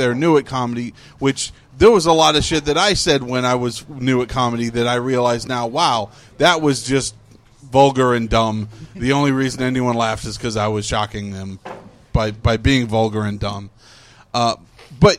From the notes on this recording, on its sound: We recorded just after the Monday night Open Mic at Grogg's, and all the comics who stuck around are on it.